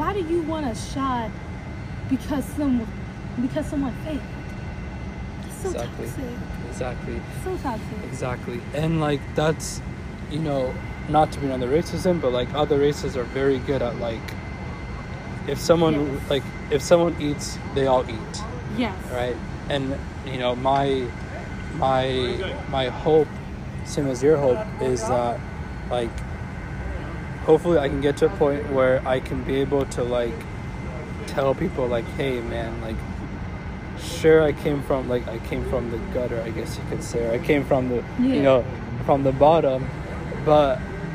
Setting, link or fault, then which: fault, background noise